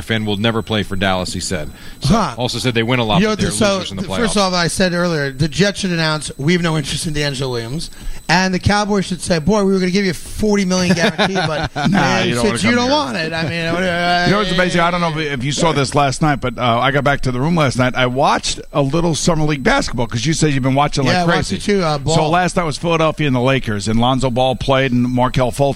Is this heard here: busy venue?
yes